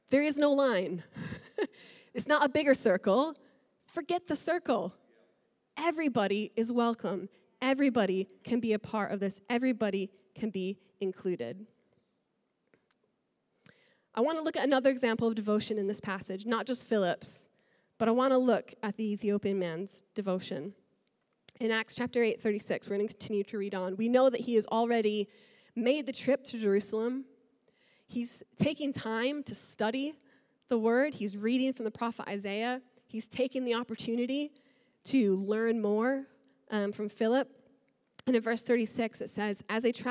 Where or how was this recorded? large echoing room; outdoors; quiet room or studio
large echoing room